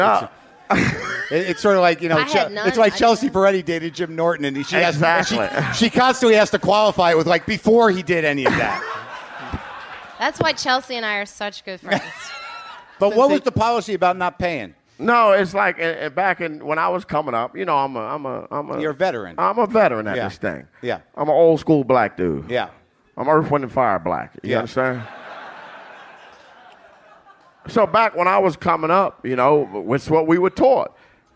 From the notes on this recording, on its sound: Live from The Bell House in Brooklyn